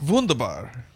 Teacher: So the whole thing with the W and the V is they have both those words, but they pronounce the W with the V